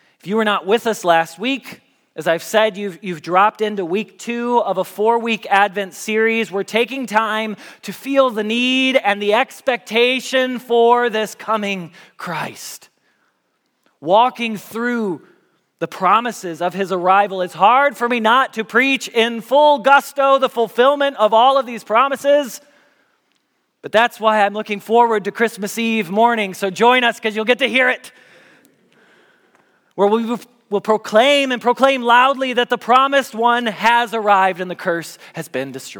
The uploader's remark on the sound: Message Preached at Valley Creek Church